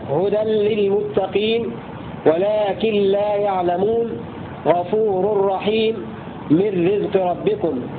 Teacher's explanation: إدغام النون الساكنة والتنوين بلا غنة في اللام والراء · Term: إدغام بغير غنة